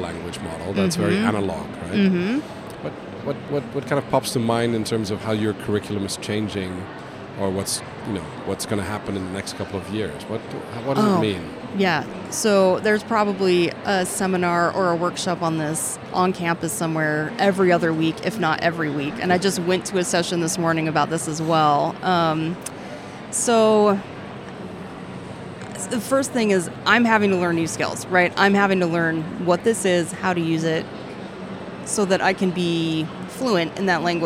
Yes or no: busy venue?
yes